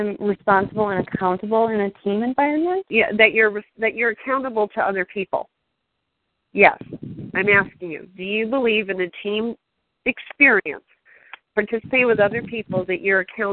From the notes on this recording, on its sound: Team SAP Conference Call.